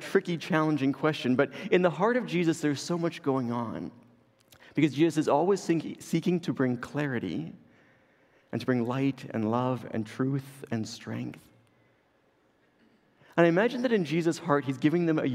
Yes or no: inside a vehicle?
no